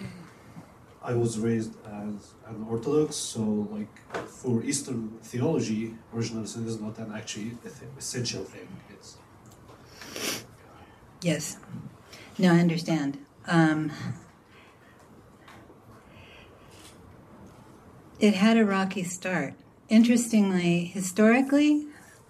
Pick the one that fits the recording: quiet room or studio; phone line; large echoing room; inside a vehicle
large echoing room